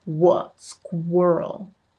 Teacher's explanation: There is no we, it's wuh. It's a much deeper sound in the mouth.